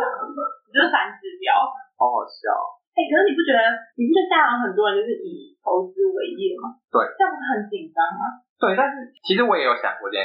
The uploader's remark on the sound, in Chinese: 我豬腦導致收音不太好。已經努力修復了。